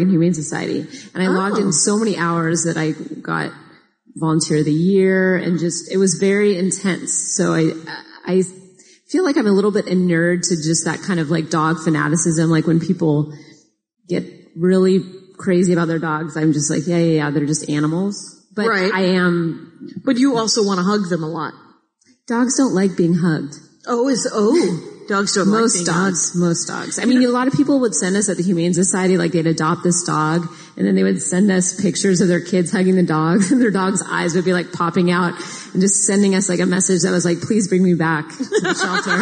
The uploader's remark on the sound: Live from Portland